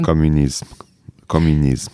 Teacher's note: Ugye milyen furcsa, a végén ott van az M igazából, de hát nem nagyon halljuk, mert ők így döntenek, hogyha más hangzó plusz M van.